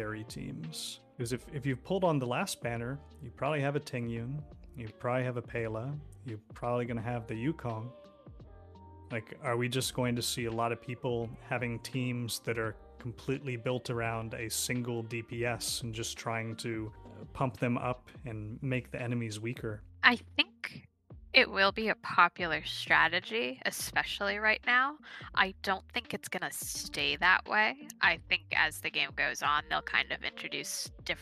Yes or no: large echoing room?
no